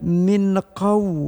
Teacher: nun mati bertemu qaf dengan ikhfa, dengung lama dengan ikhfanya enam ketuk, jadi tiga alif enam harakat, enam ketukan.